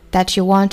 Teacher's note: that 和 you 放在一起，我们听到电影原声里面，这里面呢把 t 给省掉了